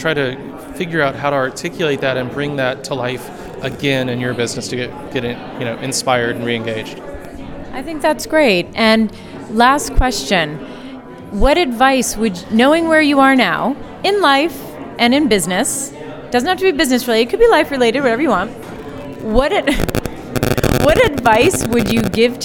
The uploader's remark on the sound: LIVE from the Net Health Event at the Private Practice Section Meeting in Chicago